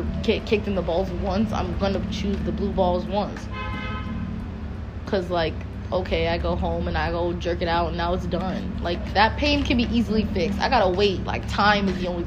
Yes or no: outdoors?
yes